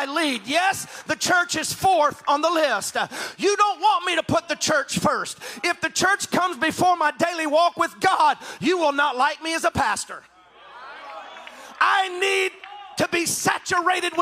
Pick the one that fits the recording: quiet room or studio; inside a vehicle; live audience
live audience